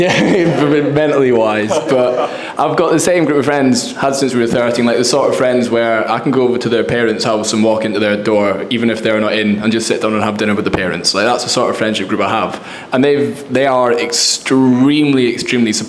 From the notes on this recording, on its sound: From the recent Built For Life live event, The Built For Life coaches took to the panel to answer questions from their clients in the room.